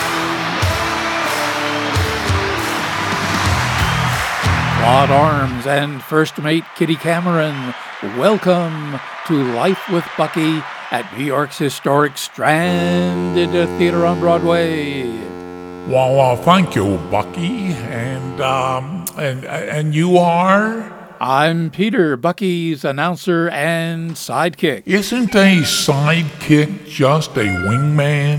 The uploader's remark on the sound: Live from New York’s historic Stranded Theater on Broadway.